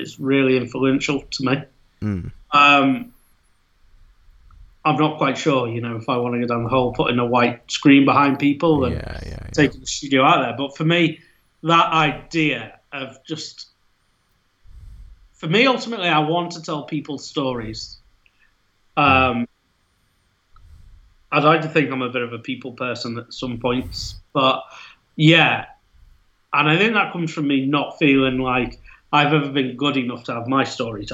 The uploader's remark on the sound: During the lockdown we are seeing here in the UK. Via skype.